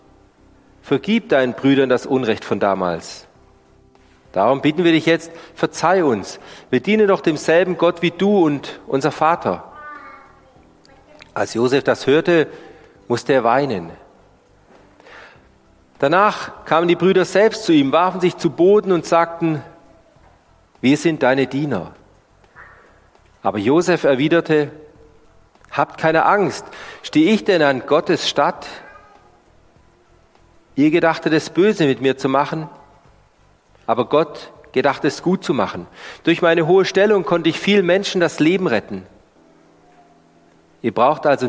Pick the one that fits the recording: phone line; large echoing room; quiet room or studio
large echoing room